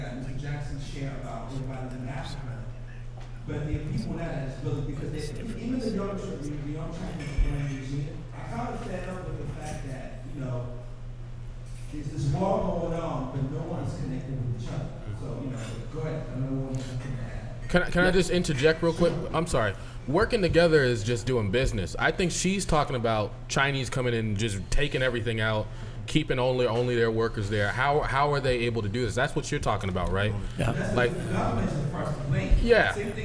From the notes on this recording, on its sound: This episode was recorded at the Africa & Market innovation event held at WeWork in Copley Square